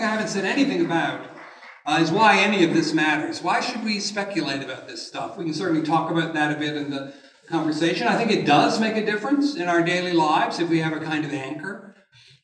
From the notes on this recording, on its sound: This lecture was given on March 29th, 2023 at the University of Nebraska at Lincoln.